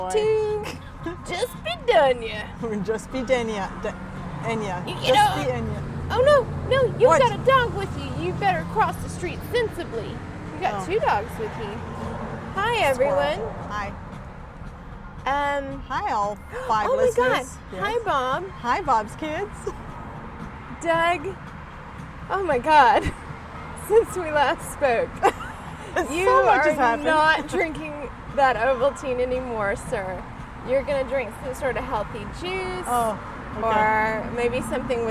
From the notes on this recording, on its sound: Due to the nature of the location, it does sound like they are playing in traffic.